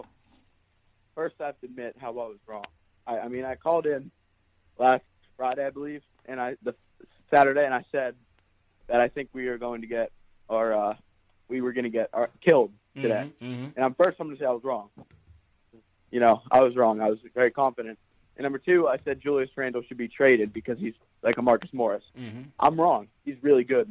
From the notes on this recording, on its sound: Take phone calls from fans around the world.